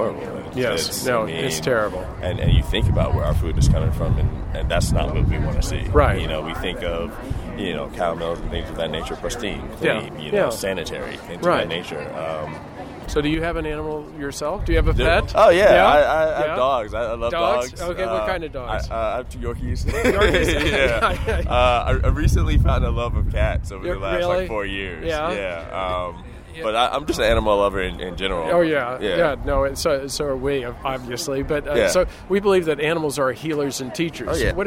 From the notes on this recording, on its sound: LIVE on The Red Carpet!